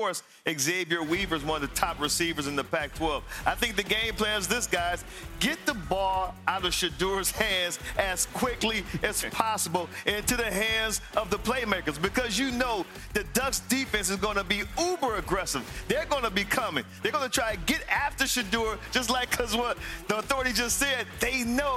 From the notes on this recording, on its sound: Live from Notre Dame as the fans anxiously await the the highly anticipated matchup between their Fighting Irish and the Ohio State Buckeyes.